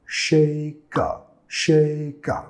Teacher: Vinculando el sonido schwa